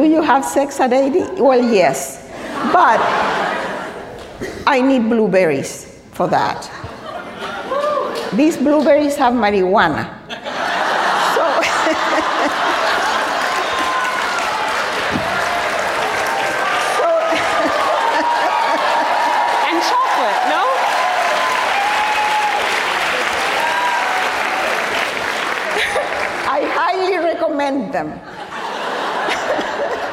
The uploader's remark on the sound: LIVE at the 92Y. Joined our host on stage before a live audience at NYC's 92Y.